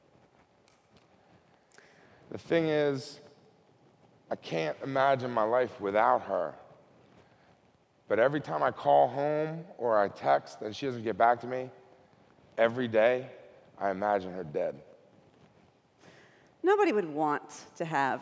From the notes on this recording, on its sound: Recorded at TEDMED 2013.